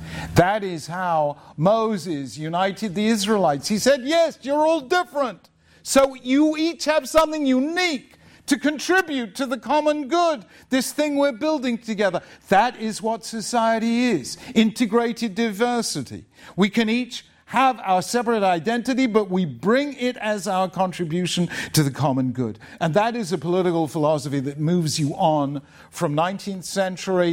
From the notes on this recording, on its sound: Spoke at Eastern University, a Christian non-denominational school in suburban Philadelphia, to a packed audience of students which also included a large segment from a local modern Orthodox school, Kohelet Yeshiva High School. It was presented by the Agora Institute for Civic Virtue and the Common Good, the Templeton Honors College at Eastern University, along with the Tikvah Program and the Beit Midrash program at Kohelet Yeshiva High School.